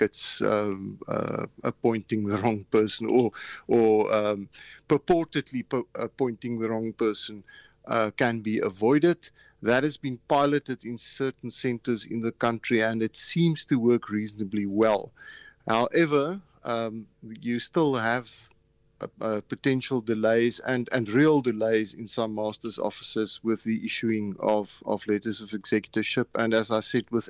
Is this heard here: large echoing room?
no